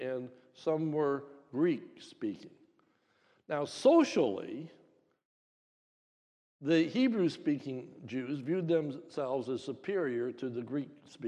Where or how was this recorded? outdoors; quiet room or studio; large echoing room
large echoing room